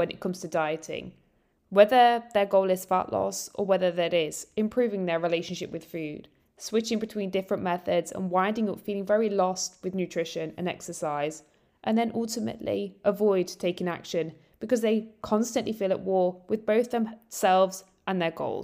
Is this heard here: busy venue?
no